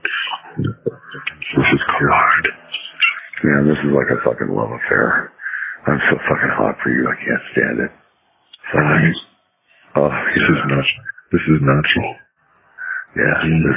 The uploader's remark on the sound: Please forgive the bad audio quality.